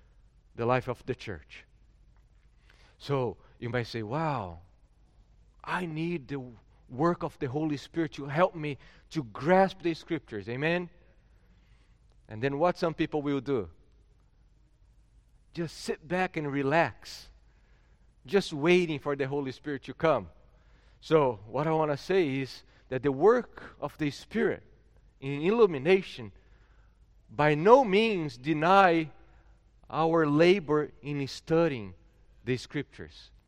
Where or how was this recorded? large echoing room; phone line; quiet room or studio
large echoing room